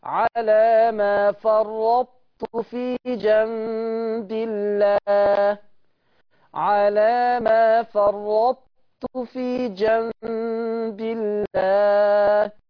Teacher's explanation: ندخل بالطاء ونخرج بماذا؟ بالتاء. فرط، هكذا طاء فرط وأخرج بالتاء. · Term: الإدغام الناقص